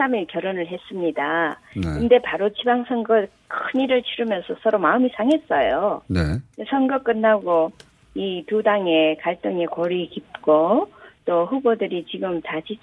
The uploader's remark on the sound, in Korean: 전화연결